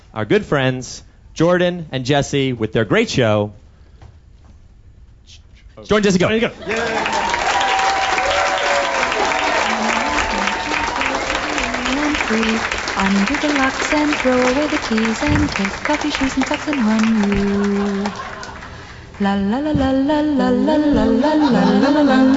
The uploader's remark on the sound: LIVE with The Monsters of Podcasting in New York & Philadelphia